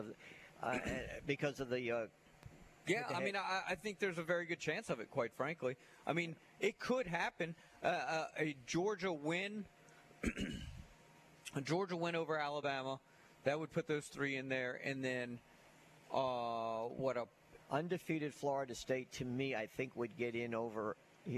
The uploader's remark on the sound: LIVE at Wingfingers!